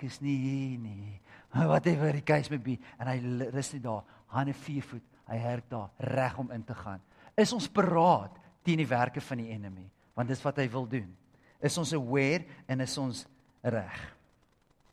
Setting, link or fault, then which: setting, large echoing room